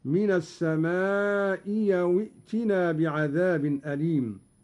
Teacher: قرأ قالون بإبدال الهمزة الثانية ياء هكذا